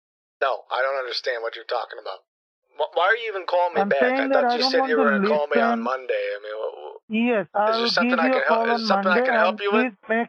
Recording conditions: phone line